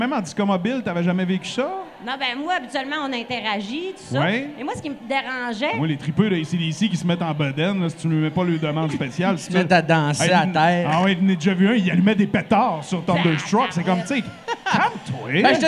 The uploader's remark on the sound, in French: enregistrés au Lion Bleu dans le cadre du Festival d'humour d'Alma